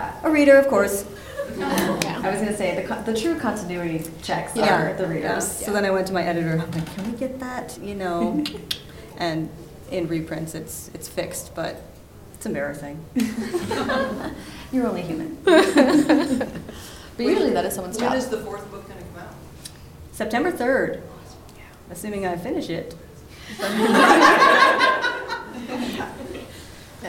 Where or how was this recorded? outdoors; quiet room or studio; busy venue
busy venue